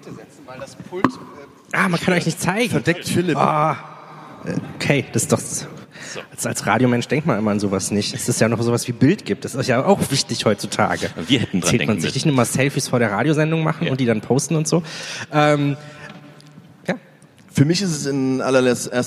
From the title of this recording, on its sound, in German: Das digitale #Quartett live on stage